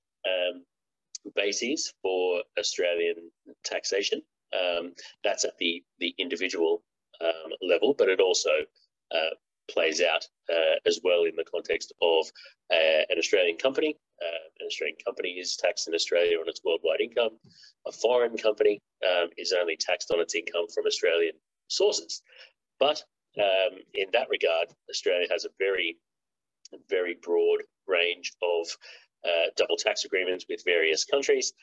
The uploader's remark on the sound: (LIVESTREAM). For those joining us on Zoom.